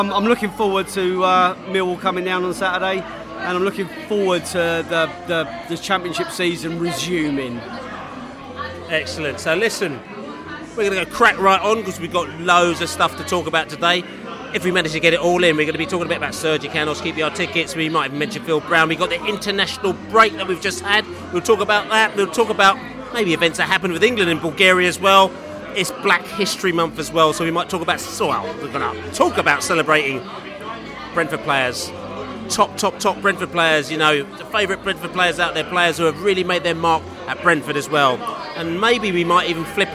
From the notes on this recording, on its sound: Millwall pre-match podcast from the Pub.